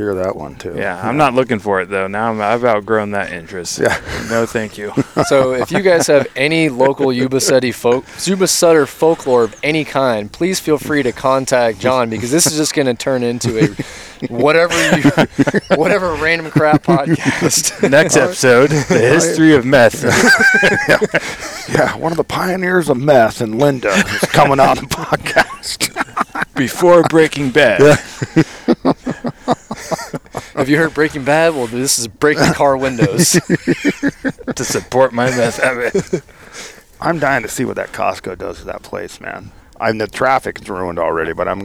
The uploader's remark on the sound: Recording from the blind with left coast waterfowl.